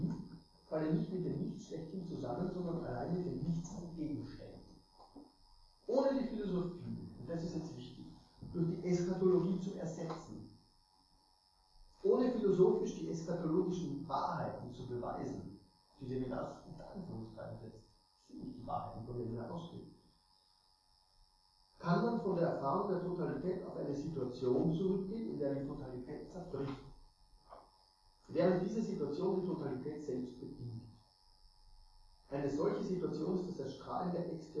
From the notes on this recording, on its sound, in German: Es gab bei dieser Aufnahme leider Tonprobleme, die ich nur seh mühsam beheben konnte.